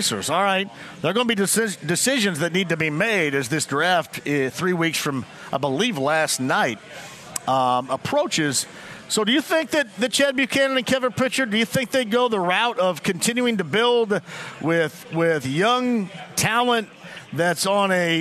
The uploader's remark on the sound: Live From Twin Peaks in Greenwood!